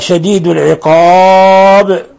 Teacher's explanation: هذا مد عرض للسكون، يمد من حركتين إلى 6 حركات حال الوقف عليه. العقاب، ولا يخفى قلقلة الباء لأنها ساكنة حالة الوقف.